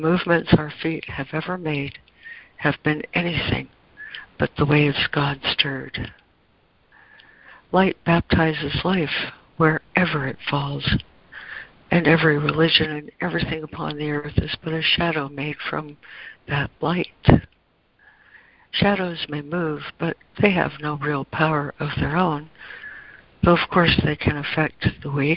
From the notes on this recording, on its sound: ACIM Daily Conference Call.